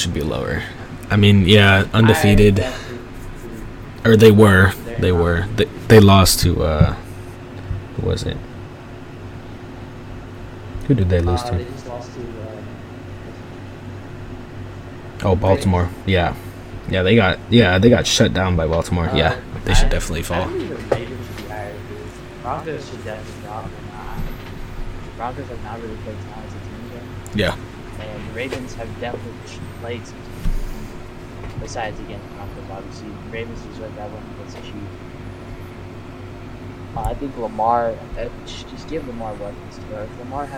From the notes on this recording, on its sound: We apologize for the sound quality, we will work to improve this in our upcoming episodes.